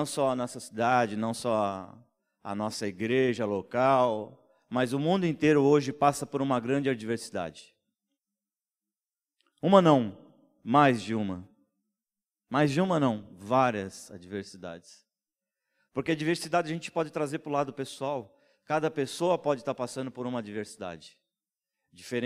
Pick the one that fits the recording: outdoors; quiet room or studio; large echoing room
large echoing room